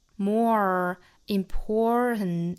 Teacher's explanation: more 和 important 因为单词内部含有字母 r 都需要卷舌